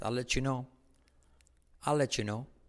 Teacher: T más Y, sonido J o CH, como prefieras.